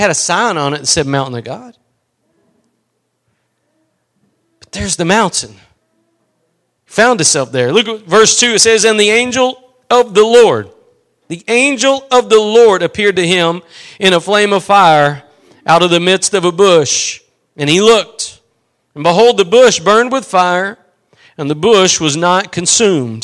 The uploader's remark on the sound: Preached at Gospel Lighthouse in Bossier City, La.